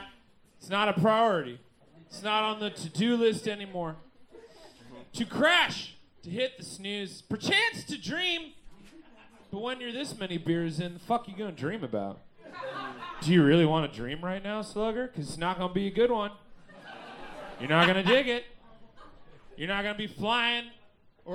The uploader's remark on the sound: Recorded LIVE at Chicago’s Historic Green Mill Lounge on July 15th 2023